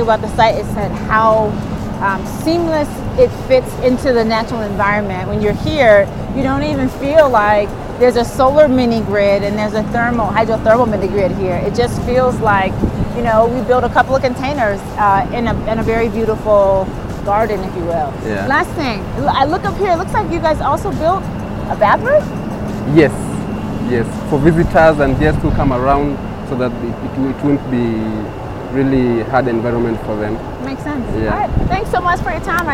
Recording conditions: outdoors